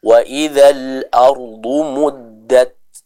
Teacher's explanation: Lalu pada kata muddat juga sama, taknya diperhatikan, kita sempurnakan dulu apa syiddahnya, baru hamasnya. Suaranya tertahan, setelah itu baru dikeluarkan sedikit udara untuk menyempurnakan sifat hamas dari huruf ta tersebut